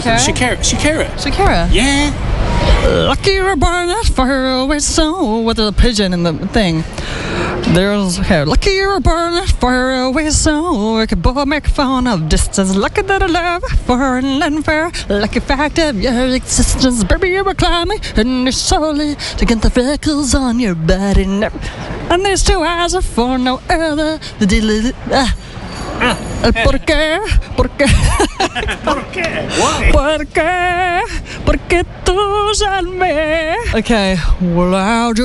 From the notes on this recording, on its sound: At London's famous Paddington Station. A few beers, chat and then a curry in Spring Street, Paddington.